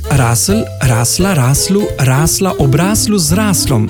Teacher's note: V tem primeru je E pred soglasnikom pravzaprav polglasnik, ki pri sklanjanju izgine.